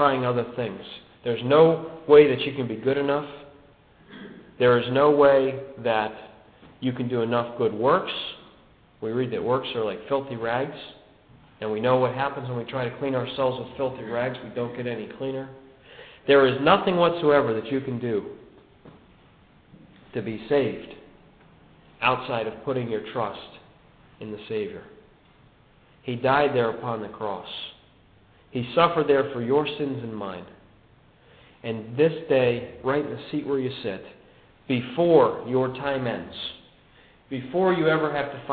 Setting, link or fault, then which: setting, large echoing room